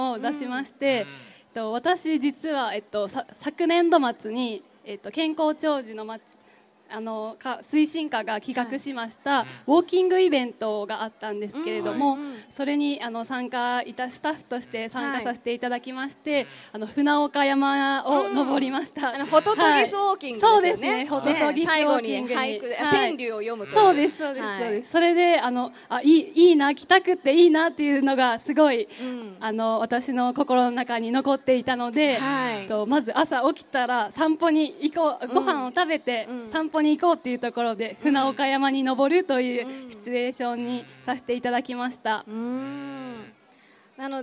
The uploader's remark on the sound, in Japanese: 府立清明高校で「北区民ふれあいまつり」が催されました。RADIO MIX KYOTOは、ステージ上で公開収録を行いました。